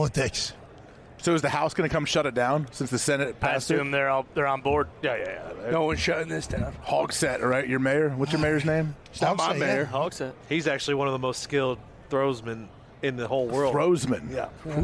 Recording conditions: busy venue